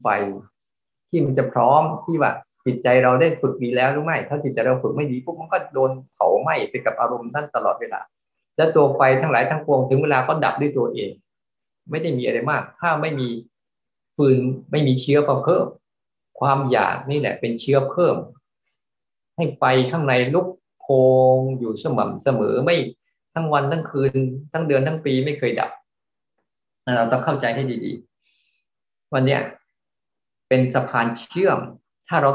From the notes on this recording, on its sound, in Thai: เป็น 1 ใน 3 คอร์สออนไลน์ (ผ่านโปรแกรม Zoom)